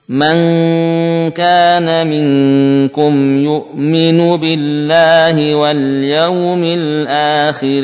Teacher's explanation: ada gunah yang bisa melewati khayshum dan lidah mendekati makhraj kaf